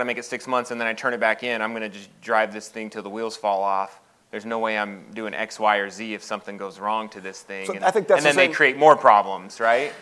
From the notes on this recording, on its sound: live interview at LHPH Summit 2022